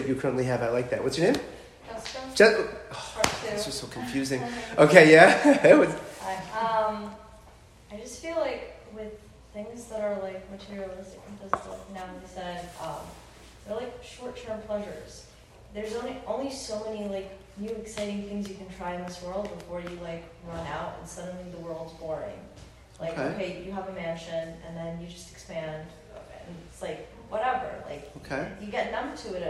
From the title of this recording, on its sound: Talk delivered to Emet Outreach